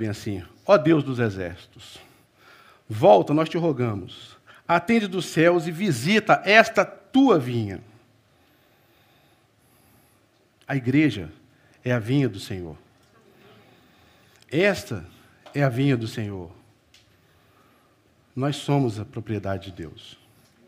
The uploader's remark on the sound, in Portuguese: Culto Celebração Manhã